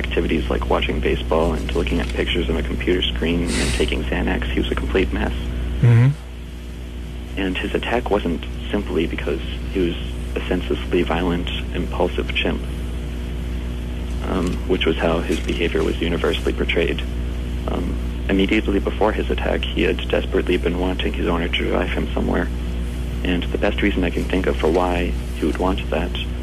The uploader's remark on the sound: Phone Call. Phone's call to Anarchy Radio.